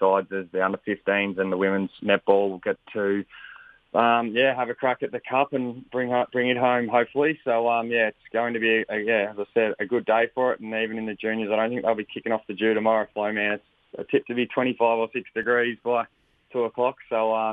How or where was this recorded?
phone line